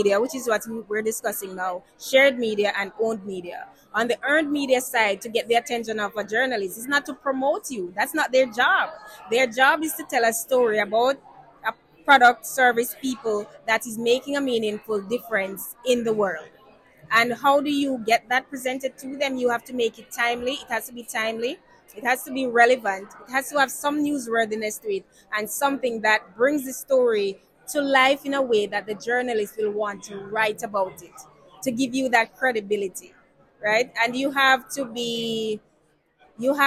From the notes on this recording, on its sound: LIVE at the Startup Canada Tour 2023. We brought our podcast mic to the fifth and final Startup Canada Tour stop in Brampton. Hear from entrepreneurs who took part in the Pop-up Pitch Competition.